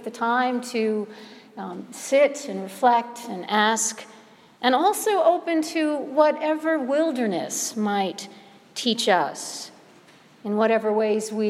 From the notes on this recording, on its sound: Sermon preached at All Saints Episcopal Church, Chevy Chase Maryland on the Second Sunday of Lent, 2016.